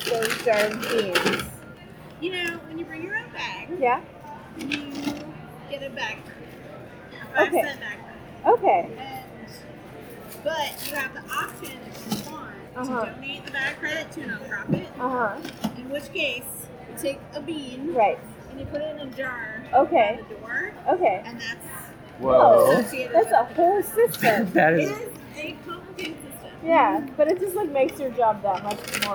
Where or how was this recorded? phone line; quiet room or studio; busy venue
busy venue